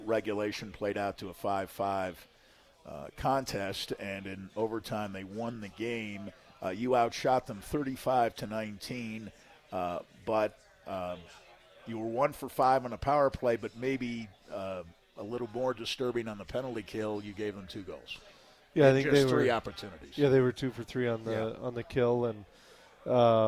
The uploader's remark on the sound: live at the Campus Lounge